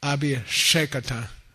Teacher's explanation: you consciously turn your tongue backwards in your mouth